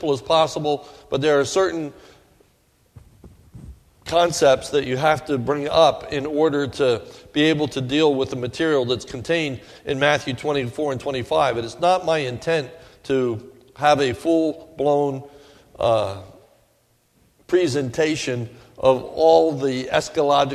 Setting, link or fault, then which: setting, large echoing room